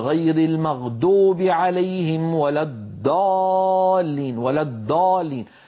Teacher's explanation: هذه ثلاث تحريفات، منهم من يجعله دالا، الضاد يجعلوها دالا مفخمة، مثلا يقول غير المغضوب عليهم ولا الضالين، ولا الضالين مهما ضغط على طرف لسانه الأمامي وفخمه لن يخرج الضاد المطلوبة، وإنما هذه دال مفخمة.